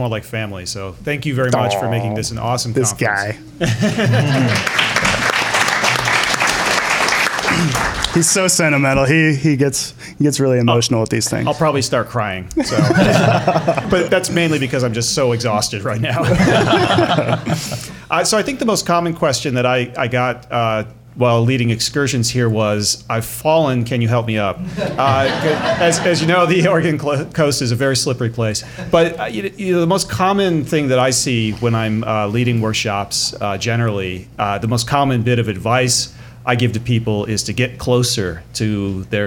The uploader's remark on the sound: Recorded live at the Out of Oregon photography conference.